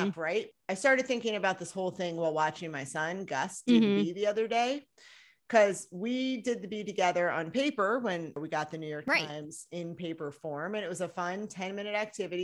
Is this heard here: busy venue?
no